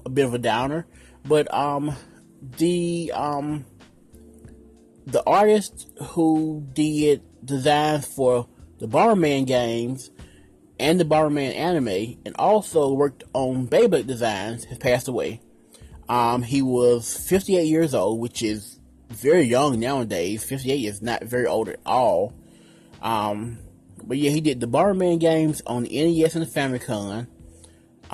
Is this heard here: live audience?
no